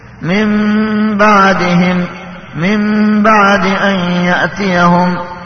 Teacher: قلب النون الساكنة والتنوين ميما، عند الباء إذا جاء بعدهما باء بغنة · Term: القلب